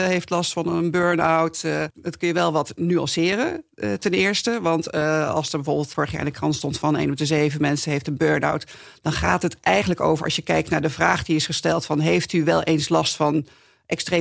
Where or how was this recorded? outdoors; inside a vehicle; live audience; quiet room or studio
quiet room or studio